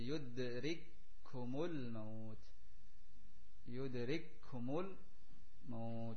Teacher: Atau dalam ayat yang lain, dalam kalimat yudrik dengan kum, bertemu antara kaf yang sukun dengan kaf yang berharokat, kemudian menjadi satu huruf yang bertasydid